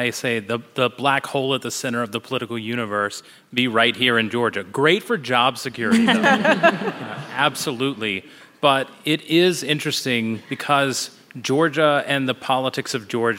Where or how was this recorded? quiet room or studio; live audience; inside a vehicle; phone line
live audience